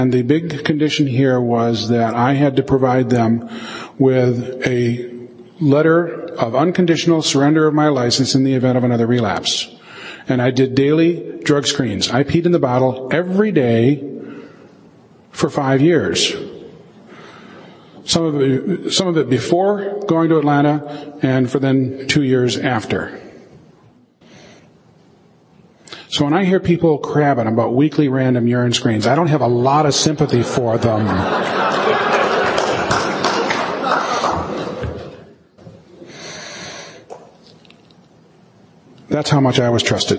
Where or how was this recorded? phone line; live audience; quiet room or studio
live audience